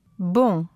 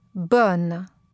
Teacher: Répétez les paires de mots suivantes en faisant attention à bien prononcer la voyelle nasale « on » dans le mot masculin · Shown in: first take